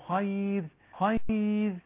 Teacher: الراء المرققة اللي هي من صفاتها التكرير